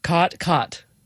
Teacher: the cot merger, or in linguistic circles, the low back vowel merger, which is sort of the biggest marker of Western speech